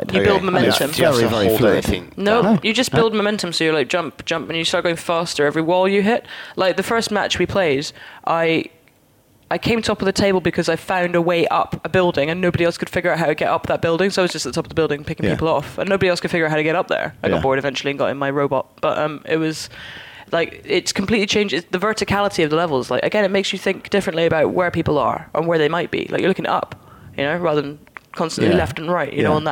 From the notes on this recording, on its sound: Live from Gamescom (well, it was live when we recorded it). We’ve braved the hordes of ravenous gamers.